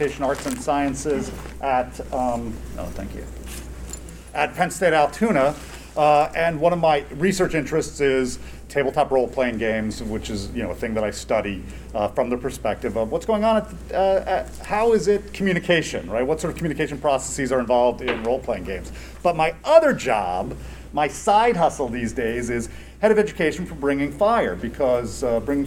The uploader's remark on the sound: Recorded at Metatopia 2023